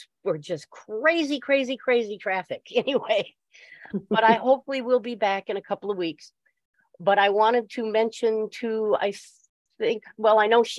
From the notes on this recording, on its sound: Originally Broadcasted June 26, 2023, on ACB Zoom